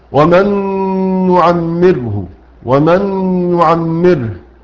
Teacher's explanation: ادغام كامل لذهاب الحرف والصفه